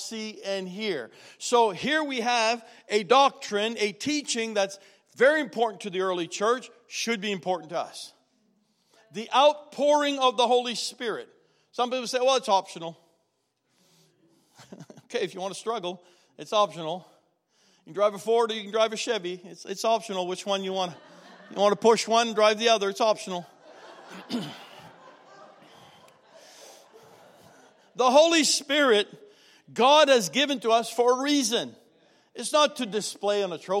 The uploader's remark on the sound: was recorded on Sunday, October 27, 2019, during service at The Anchor Church in Rockport, Maine.